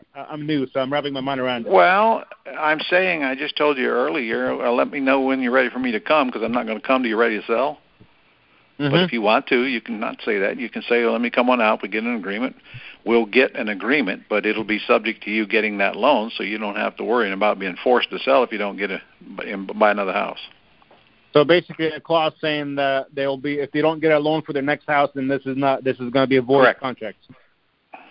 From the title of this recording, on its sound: Gold Club Q&A Call